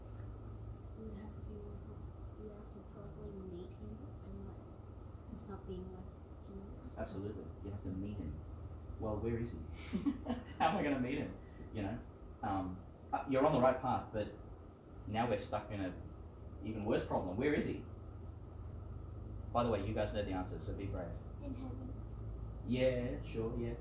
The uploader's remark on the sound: Homily for the Monday in the Seventh Week of Eastertide, delivered for one of the classes at St John the Baptist Primary School, Gladstone, Qld.